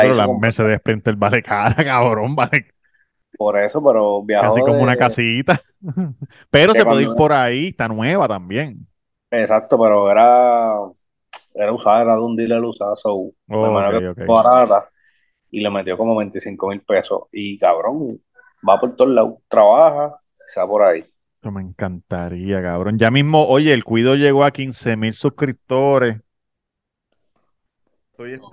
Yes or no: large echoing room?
no